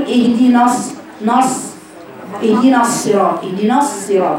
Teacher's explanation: وانا بقرا النون ممكن اقراها متاثره بالصاد التي بعدها · Term: فخمتها